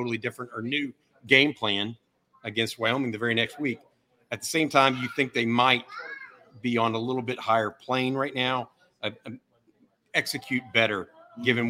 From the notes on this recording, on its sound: Longhorn Livestream LIVE from The Co-Op! Is LIVE from The Co-Op talking Texas vs Wyoming.